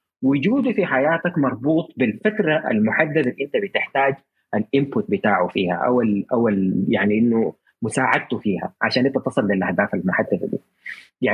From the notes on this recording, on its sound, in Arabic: تسجيل لمساحة ابن رشد الأسبوعية على منصة تويتر